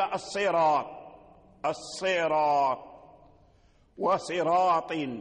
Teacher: وإن تقدم على الراء كسرون الموجب للترقيق، وإن تقدم على الراء كسرون الموجب للترقيق، ومع ذلك لما وقع حرف الاستعلاء بعد الراء فالراء مفخمة عند ورش